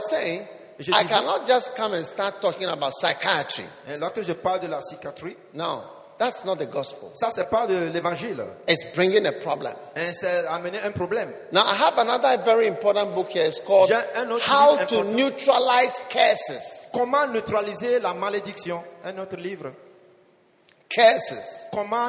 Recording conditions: large echoing room